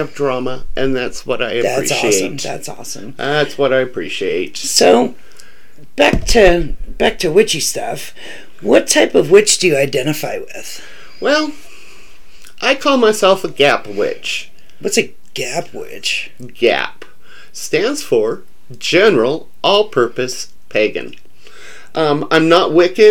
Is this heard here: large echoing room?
no